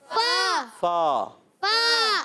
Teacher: فا کا مخرج اوپر والے دانتوں کے کنارے جب نیچے والے ہونٹ کے تر حصے سے لگتے ہیں ادا ہوتا ہے فا.